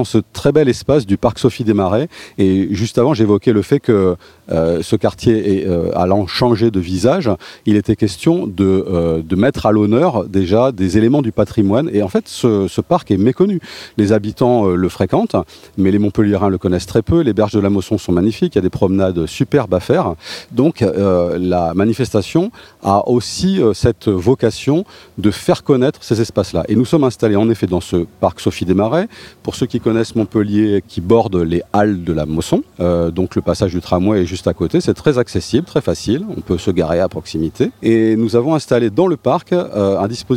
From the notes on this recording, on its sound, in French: s’est rendue au festival des arts du monde et a pu interroger